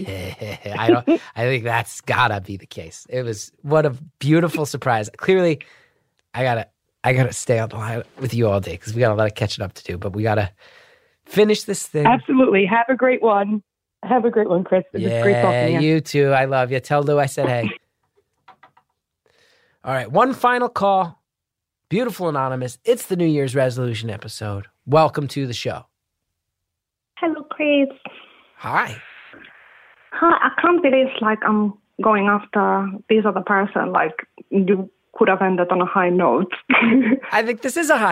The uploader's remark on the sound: Listeners (and a couple special guests) called in for a series of brief one minute calls